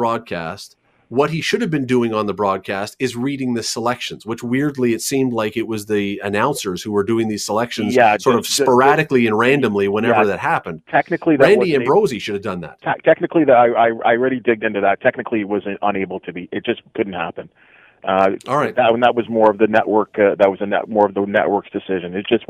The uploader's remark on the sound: opens the phone lines to get your opinion on this